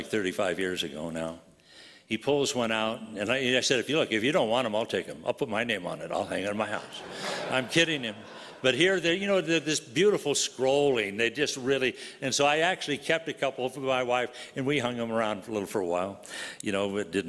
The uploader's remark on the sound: from the 2022 Southwest Men's Conference, Occupy Until He Comes